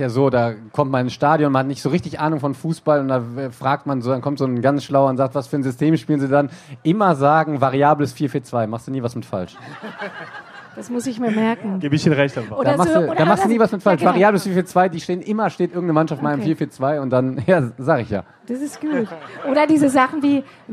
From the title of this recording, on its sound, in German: live vom ZFR